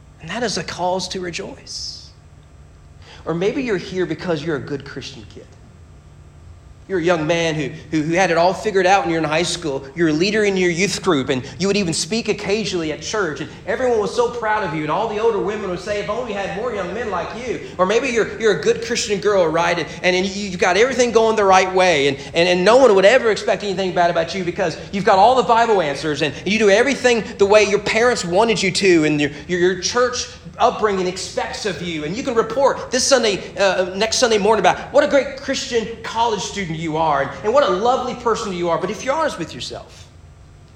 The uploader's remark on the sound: Sermon preached at Morehead State University Baptist Collegiate Ministry on February 8, 2022.